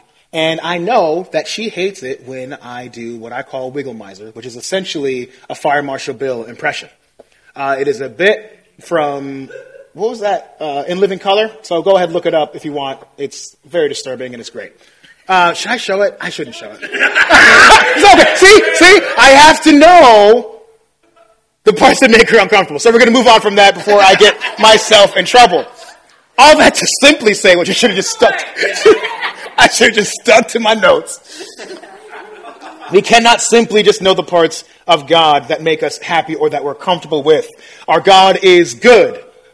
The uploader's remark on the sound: Preached this sermon at our 20-30 Young Adults meeting on February 9, 2024.